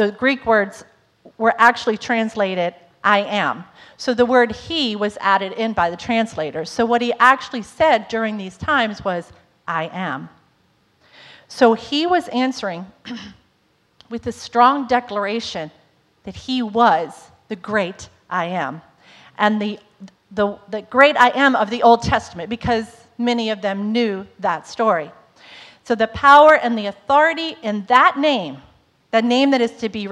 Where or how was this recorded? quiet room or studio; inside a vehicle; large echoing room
large echoing room